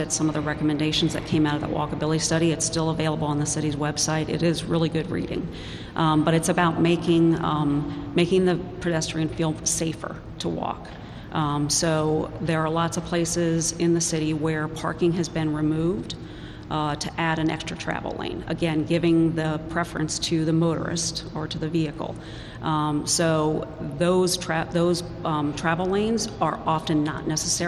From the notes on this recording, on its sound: Road Trip at Lancaster Amtrak station. It's called Smart Talk Road Trip - a live on location broadcast of the program.